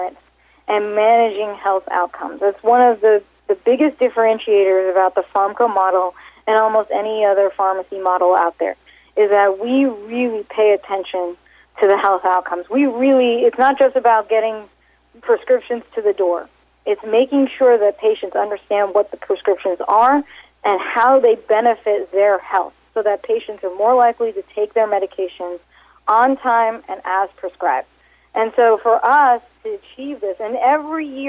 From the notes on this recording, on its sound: called in to SmallCapVoice.